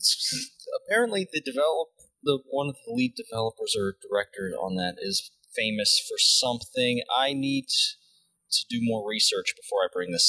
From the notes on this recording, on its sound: APOLOGIES FOR THE BAD AUDIO! Made a dumb mistake and now it sucks.